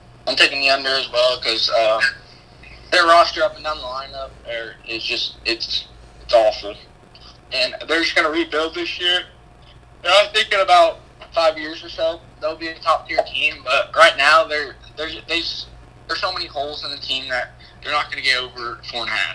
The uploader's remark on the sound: Sorry about poor audio.